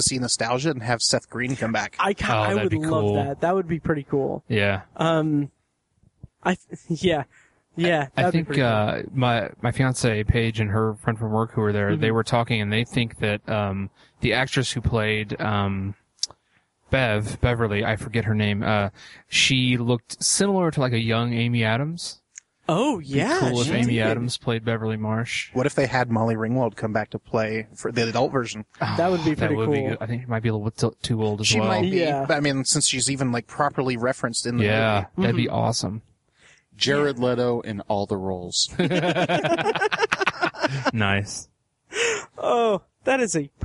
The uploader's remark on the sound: recorded live outside a bookstore